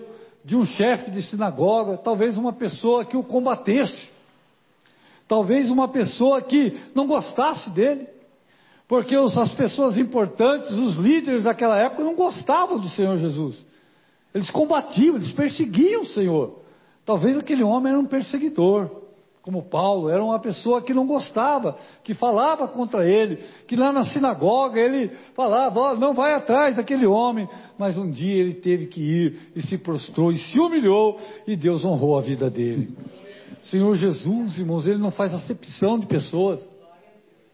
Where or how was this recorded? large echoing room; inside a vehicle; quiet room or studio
large echoing room